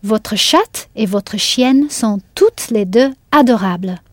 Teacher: The T at the end of toutes was clearly sounded.